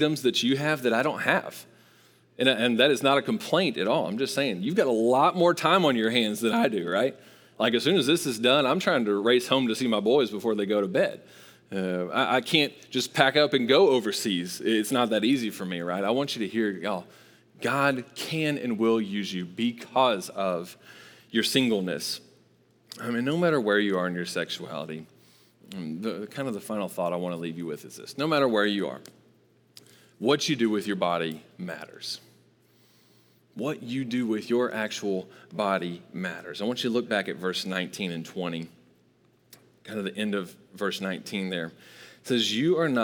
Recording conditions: large echoing room